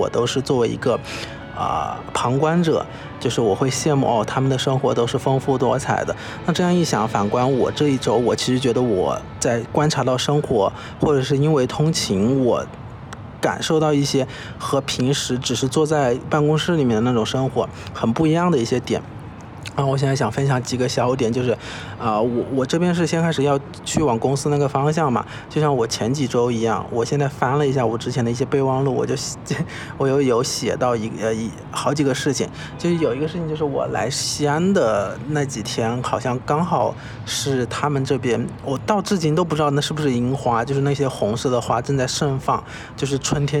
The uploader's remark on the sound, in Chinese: 这一期在天台录制